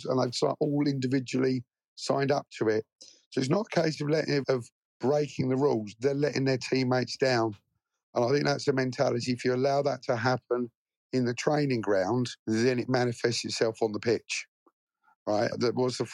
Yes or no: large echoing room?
no